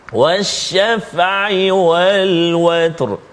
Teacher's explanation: sebelum huruf ra ada huruf ta sukun. Dan sebelum dia berada atas maka bunyi tebal juga